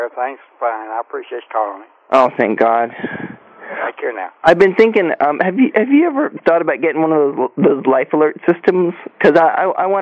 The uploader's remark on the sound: RBCP's Personal Prank Phone Calls Collection